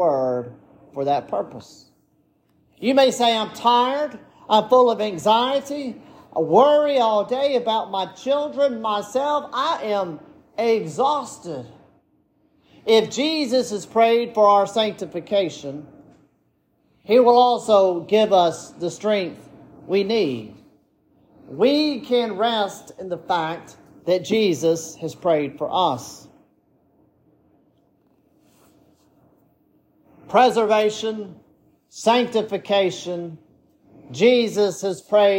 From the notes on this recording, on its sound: This sermon was preached at Bethesda Presbyterian Church